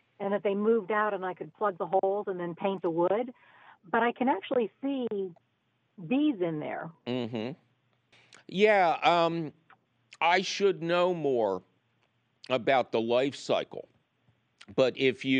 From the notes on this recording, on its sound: your fabulous phone calls!